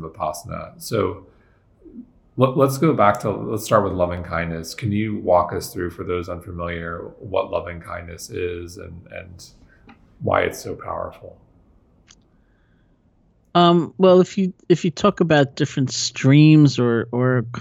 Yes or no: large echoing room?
no